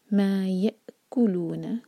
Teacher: یأ cut off sound اور سکون کے بعد کیف، تو کیف پر زور